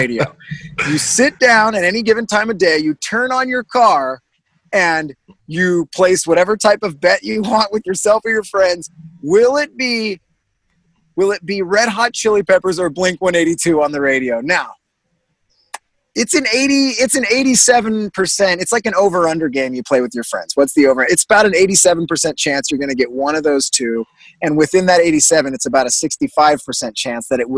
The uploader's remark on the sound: back via Zoom